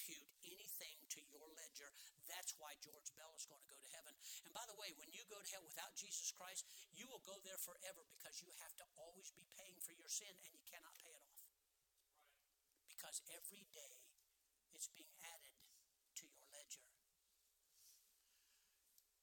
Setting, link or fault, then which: setting, large echoing room